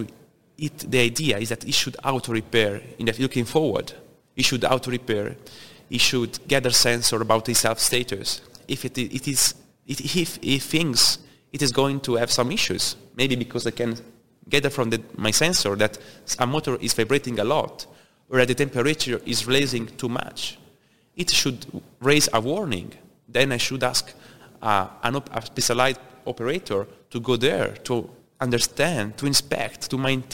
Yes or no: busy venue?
yes